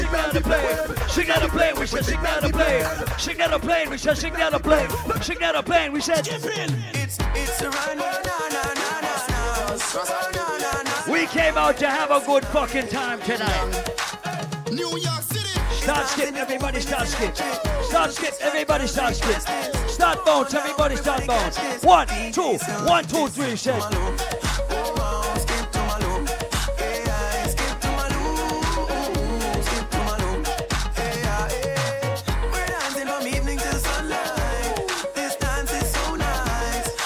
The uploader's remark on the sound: LIVE AT ISLAND SATURDAYS. LIVE PARTY AUDIO!